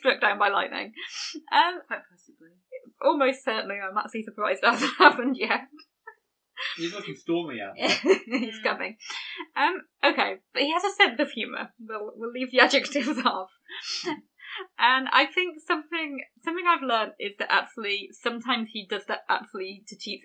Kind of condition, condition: fault, poor sound quality